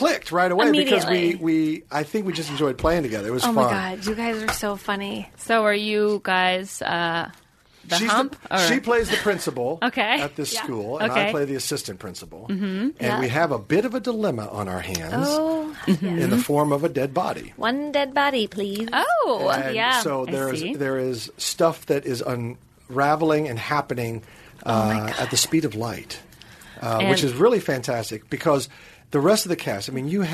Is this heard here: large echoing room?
no